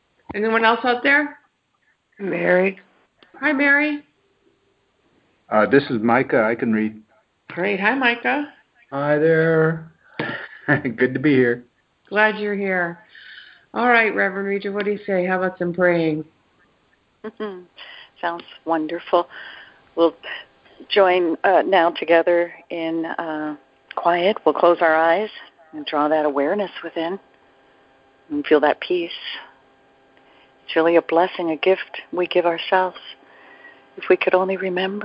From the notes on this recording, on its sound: ACIM Daily TEXT Conference Call.